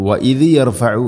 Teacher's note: ദാലിന് സുക്കൂൻ ഒന്ന് ഖൽഖല ചേരുന്നത് വഇദ് യർഫഉ അല്ല വഇദ് യർഫഉ.